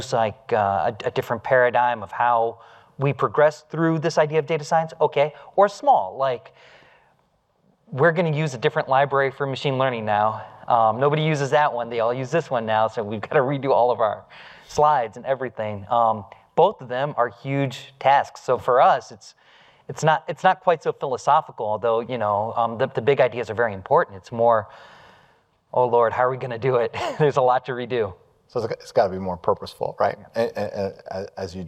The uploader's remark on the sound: Live from Datapalooza